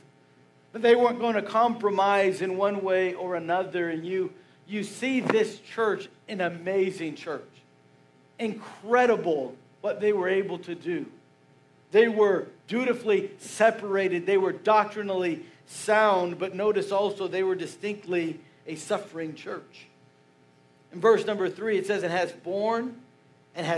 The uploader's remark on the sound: Message preached Sunday February 11, 2024